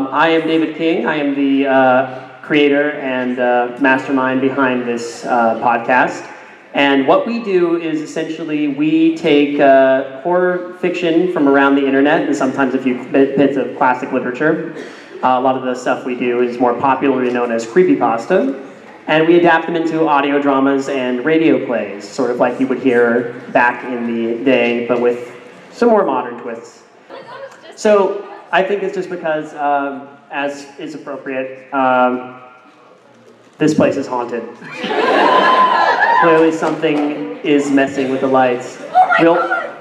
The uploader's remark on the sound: Live at Ohayocon